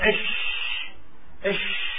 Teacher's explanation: الشين من صفاته التفشي، والتفشي هو انتشار الريح، انتشار النفس الهواء. لما نقول إش إش هذا الصوت اسمه تفشي في لغة العرب.